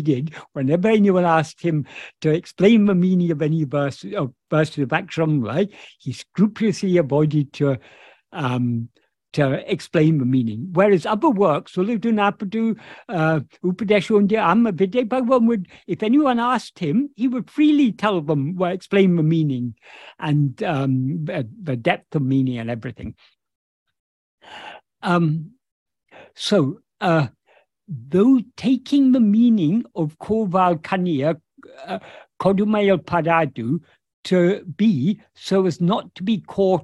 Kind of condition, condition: link, video call